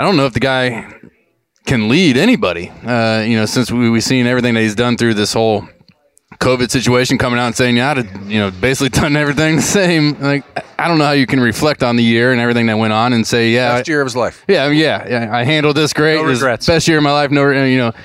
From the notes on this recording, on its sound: As always, Lettermen Live is hosted by Roosters on Olentangy River Road in Columbus.